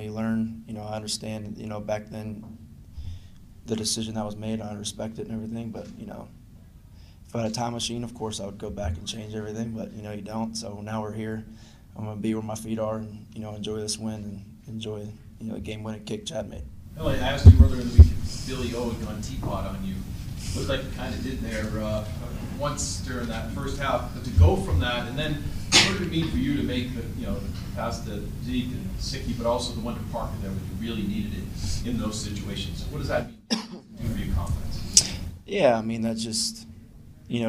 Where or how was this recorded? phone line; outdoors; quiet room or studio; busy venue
busy venue